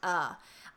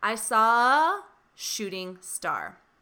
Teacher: In American English, I pronounce the article a as the schwa sound